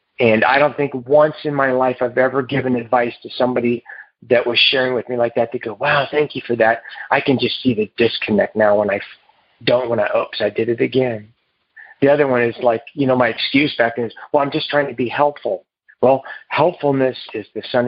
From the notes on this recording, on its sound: Noon Phone Speaker Meeting